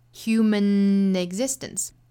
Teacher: 注意 human 尾部的这个小小的鼻音跟后面要去连接发 ne ne 的发音了 · Term: 连读